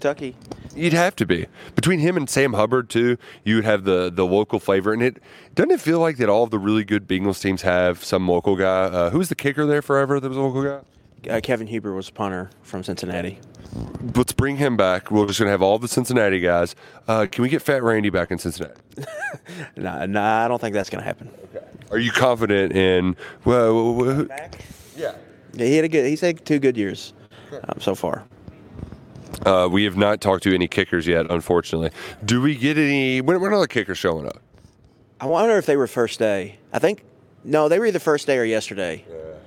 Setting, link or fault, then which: setting, busy venue